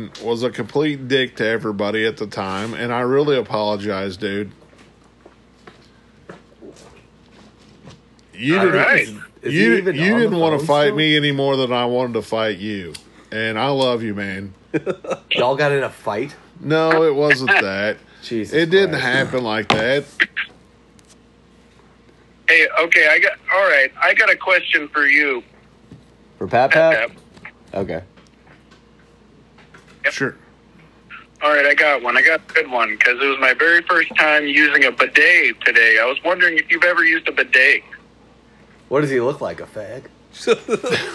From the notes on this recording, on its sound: People call